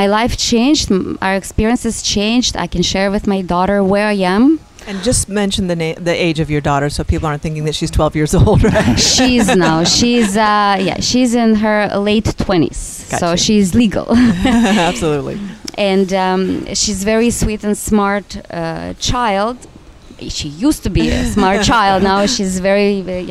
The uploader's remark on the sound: broadcasting on location at Hedonism II in Jamaica